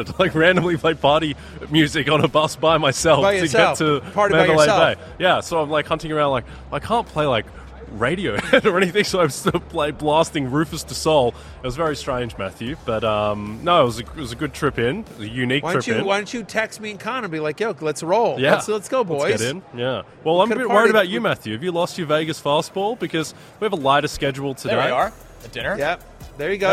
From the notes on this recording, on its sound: Live from Radio Row in Las Vegas.